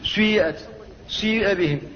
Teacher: والنوع الثاني من أنواع الإشمام هو الإشمام في الأول، في أول الكلمة، سيئت سيئ بهم، هو إشمام الكسرة بشيء من صوت الضمة